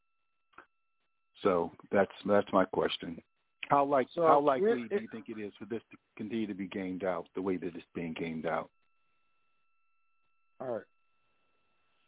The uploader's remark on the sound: TNTSuperfantastic Conference Call